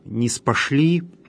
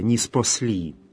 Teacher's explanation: Вот этот гласный, беглый между «с» и «л», «ниспослать», «ниспосылать», его наличие приводит к тому, что в церковнославянском языке здесь «с» на «ш» не меняется · Shown in: second take · «ниспосли».